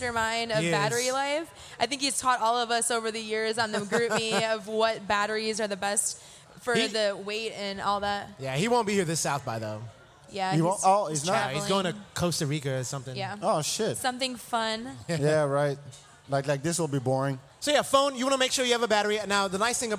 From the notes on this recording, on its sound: SXSW 2016 Preview Live at Rattle Inn.